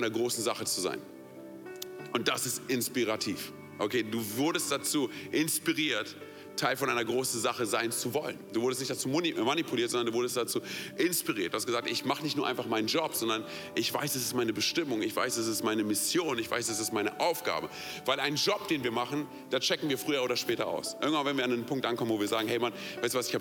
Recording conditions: large echoing room